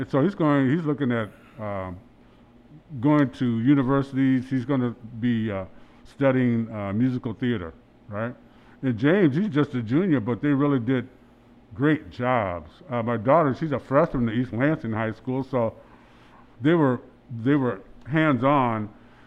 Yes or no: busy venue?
yes